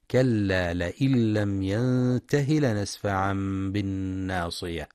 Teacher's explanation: يخطئ من يقرأ لم ينته بمد الهاء، لم ينتهي، والصواب كسرها فقط